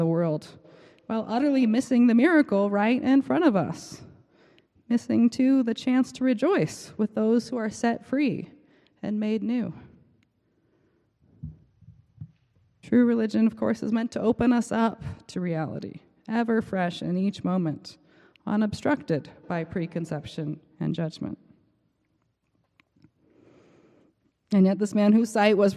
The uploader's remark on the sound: Preached on March 19 2023 at the Cathedral Church of St. Mark in Salt Lake City.